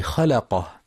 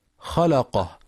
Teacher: وينتبه لترقيق اللام في خلقه، فلا يقرأ خلقه بتفخيمها · Shown in: first take